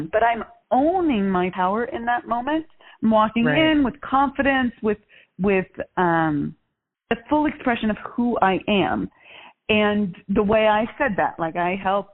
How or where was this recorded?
phone line